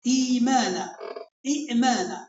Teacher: الهمزة ساكنة فنبدلها من جنس حركة ما قبلها وهي الكسرة · Term: الإبدال